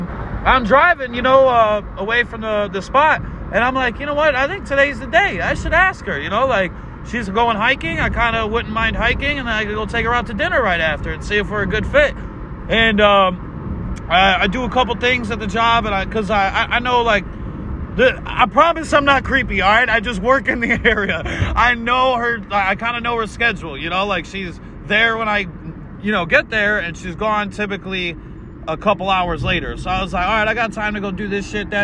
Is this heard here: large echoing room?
no